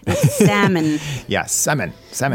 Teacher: Right, and you do not pronounce the L.